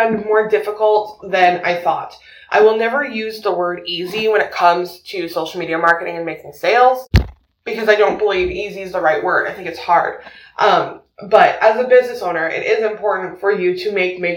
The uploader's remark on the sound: there is a bit of an audio issue and I apologize.